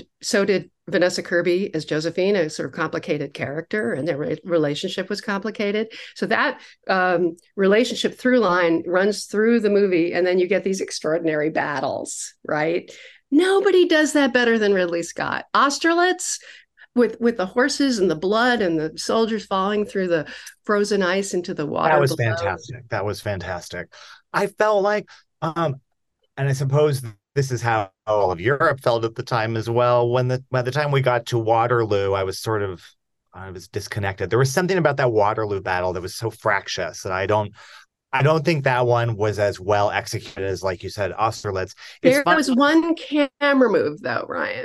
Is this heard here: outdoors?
no